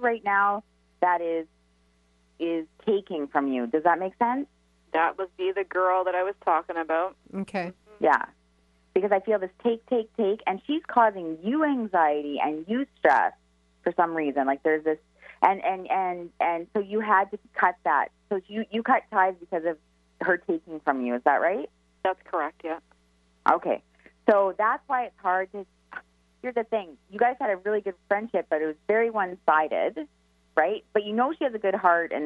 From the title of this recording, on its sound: for Live Callers